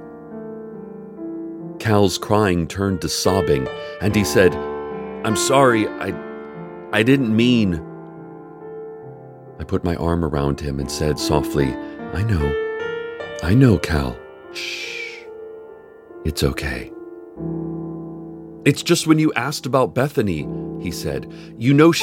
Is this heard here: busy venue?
no